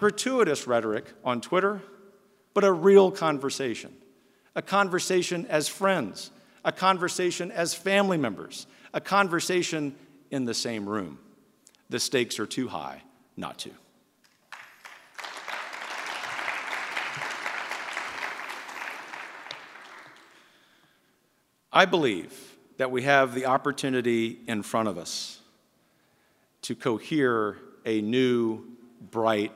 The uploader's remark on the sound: address at the Miami National Conservatism Conference